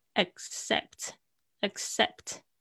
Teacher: 中间那两个 C，一个发 k 的声音，一个发 s 的声音，很好玩哈。所以呢，在念的时候，except，except 那个 C 的声音好像抵制住了，发音位置好像要到，但是不爆破出来，except。Creditcard，credit，credit 那个 T 好像也是，因为要急着发 card 的声音的时候，T 顶住，但是不爆破，变成 credit cardscredit cards.